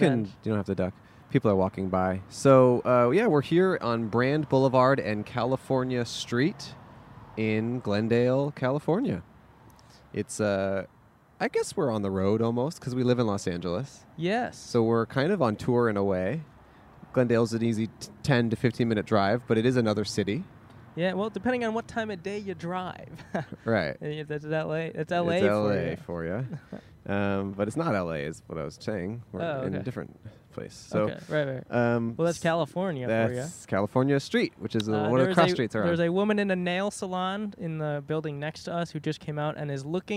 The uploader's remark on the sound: Recorded on Brand Blvd in Glendale, California.